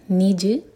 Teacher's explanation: और जिम पर कलकला है